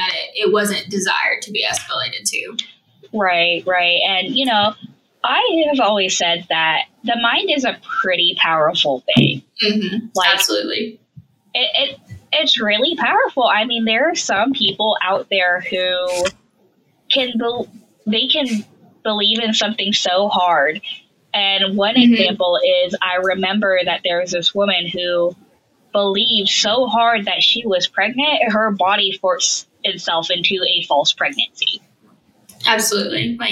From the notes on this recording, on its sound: Decreased audio quality due to inclement weather in the south.